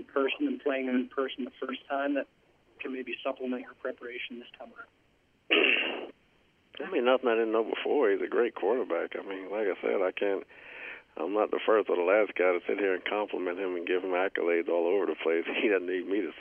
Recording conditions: phone line